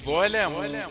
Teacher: اللام دي مفخمة لورش لكن نقول ظلموا لام رقيق عندنا